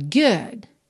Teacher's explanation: E pelo fato de eu não ter uma vogal depois dessa letra D, eu não posso inventar do nada um som de vogal para colocar ali.